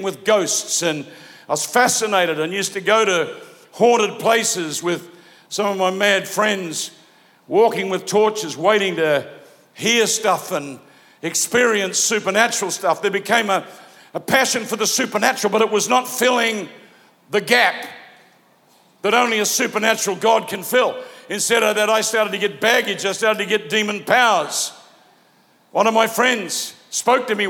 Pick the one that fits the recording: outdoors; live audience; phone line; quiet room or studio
live audience